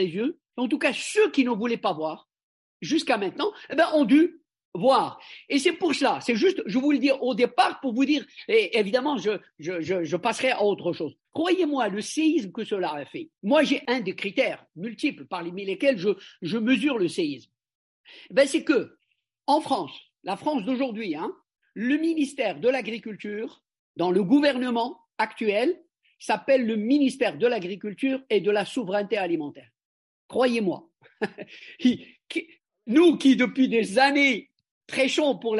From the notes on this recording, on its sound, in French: Cet épisode a été enregistré le 06 mars 2023 via zoom par le Centre d'Études Maghrébines à Tunis ( CEMAT ).